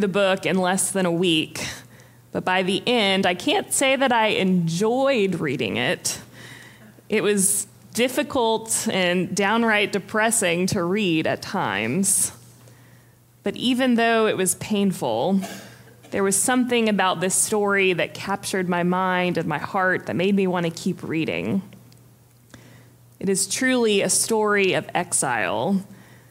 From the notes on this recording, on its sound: Preached on January 15, 2023 for our MorningSong Worship Service.